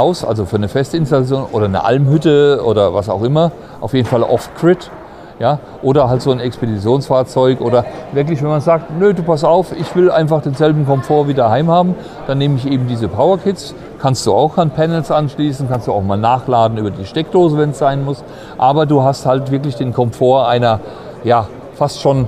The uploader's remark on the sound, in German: Podcast: Caravan Salon 2023 live mit EcoFlow. Live-Folge vom Caravan Salon.